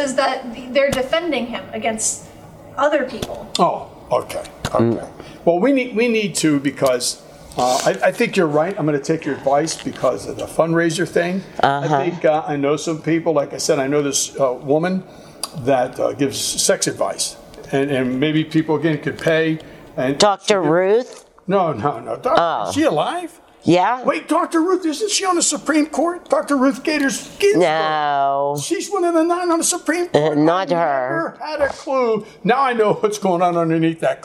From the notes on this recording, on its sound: Filmed at The Fractured Grape in New Wilmington, PA.